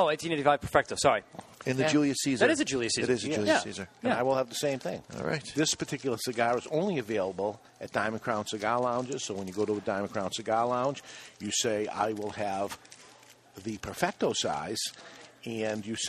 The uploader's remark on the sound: live inside the Diamond Crown Cigar Lounge at Two Guys Smoke Shop in Nashua, NH.